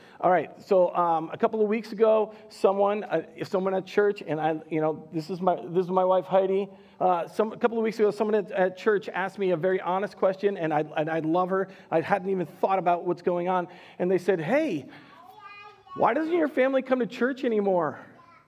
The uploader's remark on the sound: Recorded live at Word of Life Church in Le Sueur, Minnesota on September 12th, 2021